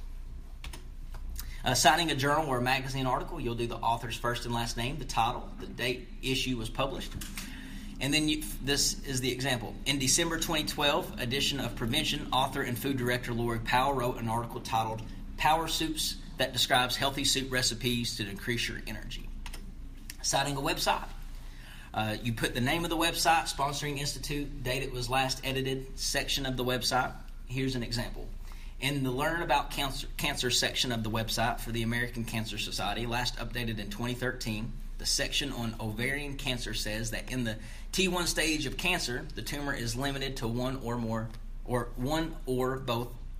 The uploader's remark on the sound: This episode is Live from the classroom at Horry-Georgetown Technical College in Myrtle Beach, SC.